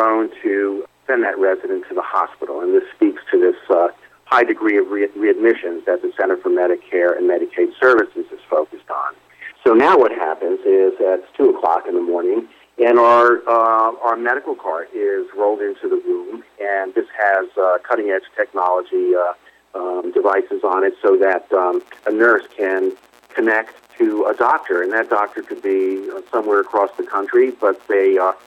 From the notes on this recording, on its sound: called in to SmallCapVoice